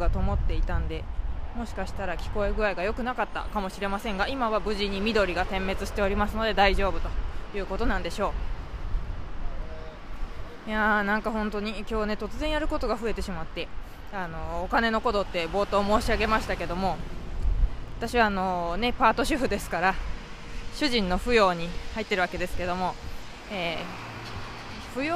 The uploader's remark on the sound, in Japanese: IRig Mic Cast HDの性能はいかに！外を歩きながら収録。浅草から上野まで歩いていく途中でポッドキャストを収録しました。IRig Mic Cast HDを付けたiPhoneを自撮り棒にセットし、棒は伸ばさずに使っています。途中、マイクなしでの録音もしました。